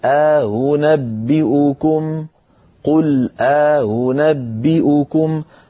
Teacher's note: قالون رواها لنا بين الهمزتين ألف، بدل ما يقول أؤ يقول آ، وبدل أن يقول أو يقول هو.